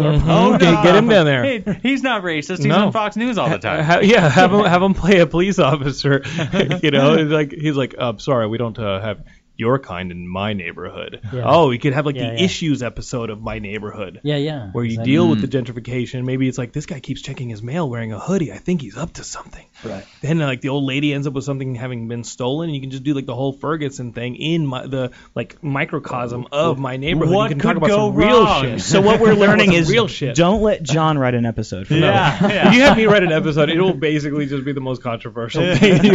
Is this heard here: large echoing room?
no